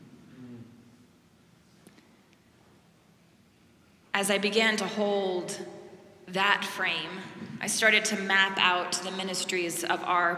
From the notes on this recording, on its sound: Preached at our celebration of the Holy Eucharist on the Second Sunday after Pentecost.